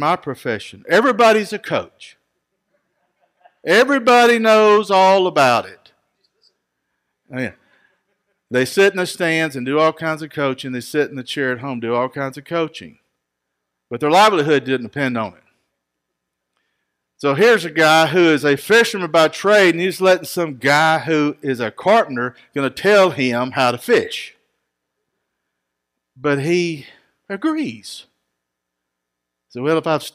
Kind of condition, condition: setting, large echoing room